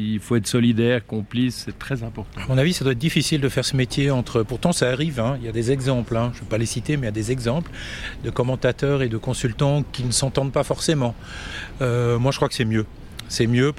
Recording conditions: busy venue